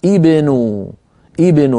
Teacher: ضمت النون لمجانسة واو الجماعة بعدها، وتبقى همزة الوصل مكسورة على الأصل